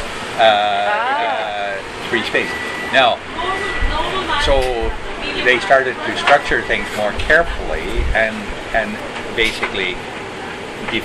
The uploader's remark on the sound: Sat down at the Kebab hut in Vancouver.